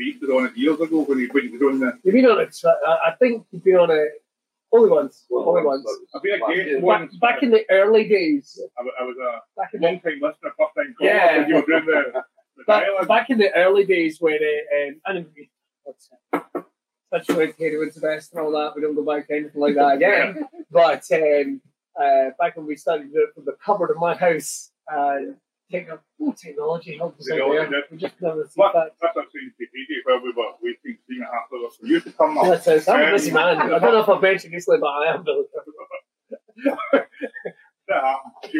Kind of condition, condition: fault, poor sound quality